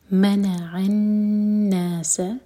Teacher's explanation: میم پر زور دیں گے پہلے لیٹر پر زور دیا جاتا ہے